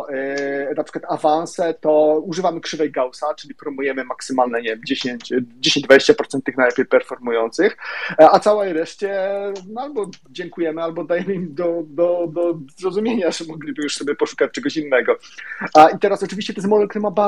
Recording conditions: video call